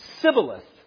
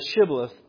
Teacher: the Ephraimites had a distinct accent that shortened the SH sound to sound like an S · Shown in: first take · The Ephraimites say Sibboleth instead of Shibboleth, thus revealing themselves.